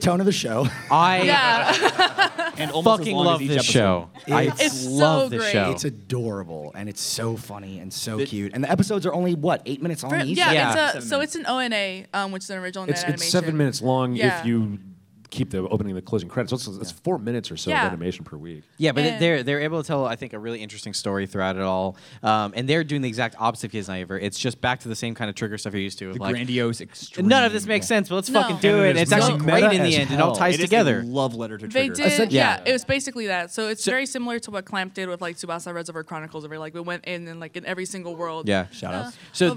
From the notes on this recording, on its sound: RTX Austin 2016. Live Panel at RTX 2016.